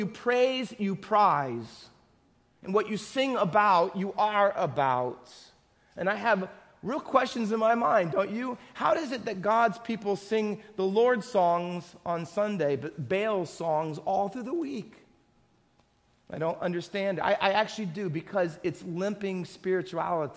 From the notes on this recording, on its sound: Faith Baptist Church in Hamilton, NJ.